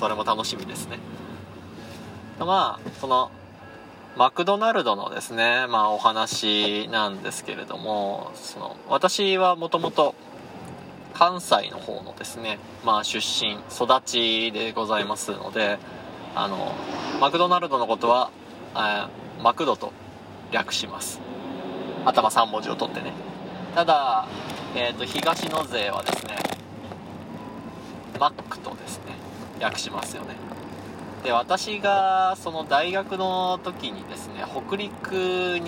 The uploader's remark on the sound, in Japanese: クルマの振動がめっちゃ伝わってて聞きづらい部分が多々あります。なるべくカットしたのですが限界でした。ノイズ混じりですみません。